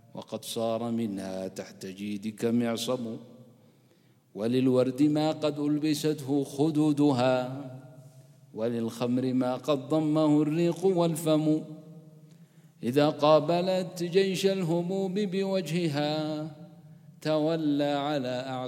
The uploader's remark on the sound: Programme at the Houghton Masjid (West Street)